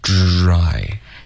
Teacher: 所以这个是一个卷舌的音 OK，往后卷一点 dry